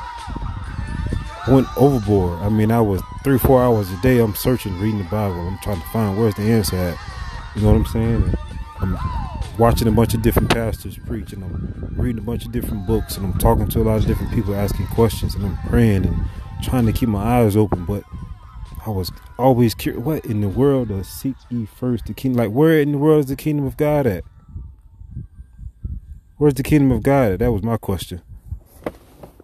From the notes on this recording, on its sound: I thank you for listening besides the wind (walking on a nature trail at Abacos Gardens). I fumbled over a few of my words (nervousness), and a few other mistakes.